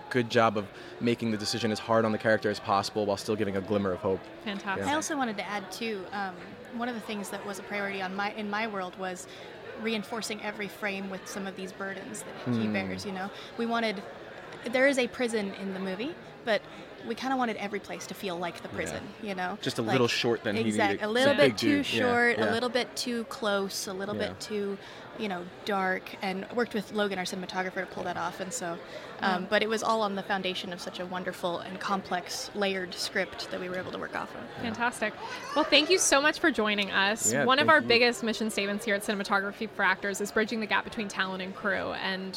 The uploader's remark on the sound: AFI FEST Live. Surviving 65 mph winds. We are live, on-location at the TCL Chinese Theatre for AFI FEST 2023.